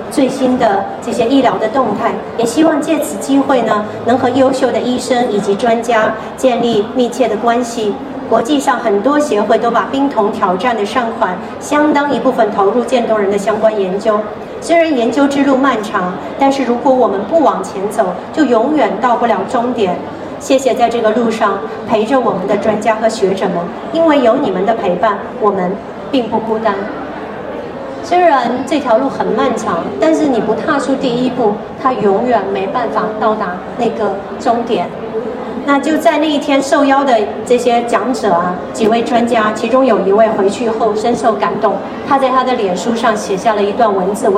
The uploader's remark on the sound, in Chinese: 在2023台北國際書展座談會上。在佛光山攤位舞台上。